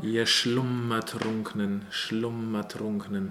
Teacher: with that M, we want to hang, just give it a second of space. We don't want to maybe double it quite so much as we would in Italian, but we really want to give it its own.